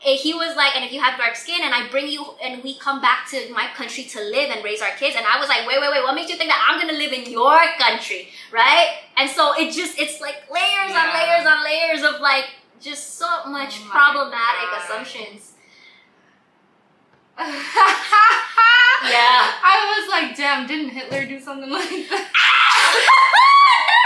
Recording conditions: poor sound quality